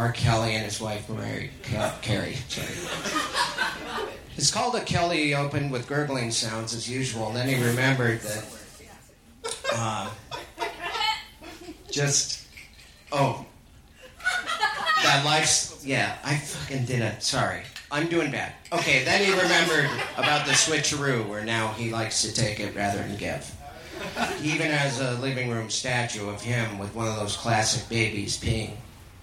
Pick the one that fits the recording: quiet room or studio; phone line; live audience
live audience